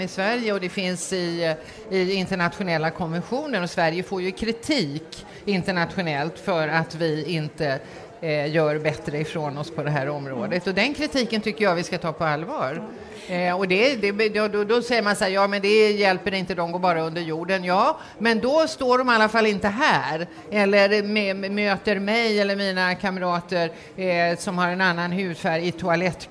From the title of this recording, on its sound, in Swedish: Live från Almedalen